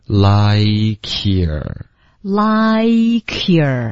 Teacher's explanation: 然后会连读到 like 的这个科的音，就变成 likeyour